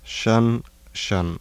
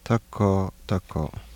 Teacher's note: Low front unrounded vowel becomes higher mid-central unrounded vowel between consonants.